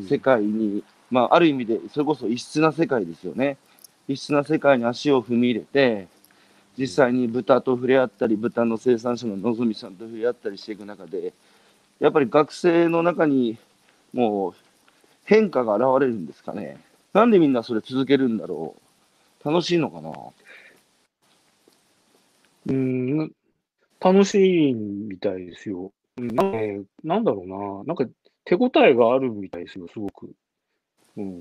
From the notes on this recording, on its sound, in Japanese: 歩きながら1時間、対談する